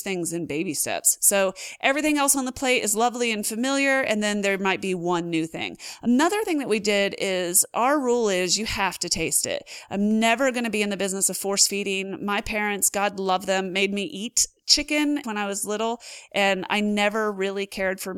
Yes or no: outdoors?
no